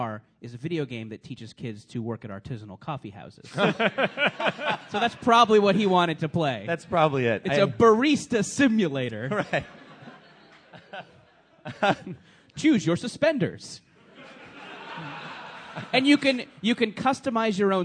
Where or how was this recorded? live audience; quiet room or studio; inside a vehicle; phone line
live audience